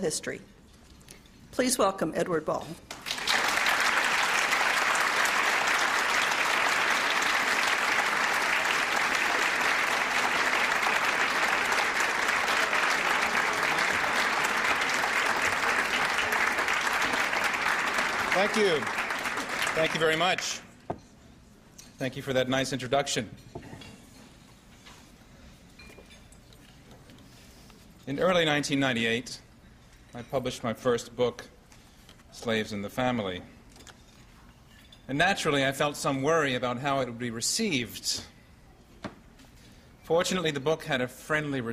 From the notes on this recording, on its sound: Delivers the keynote speech at the annual meeting of the San Diego Historical Society.